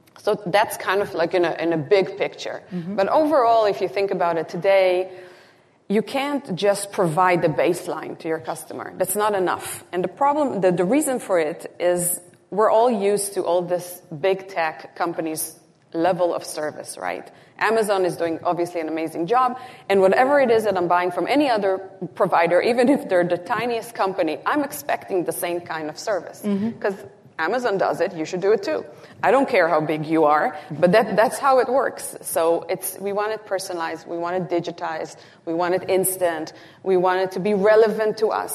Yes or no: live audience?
yes